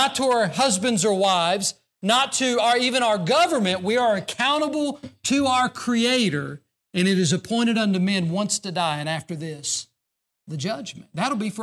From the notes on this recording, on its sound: during the Sunday evening service on February 24, 2024, at Southside Baptist Church in Mount Airy, NC.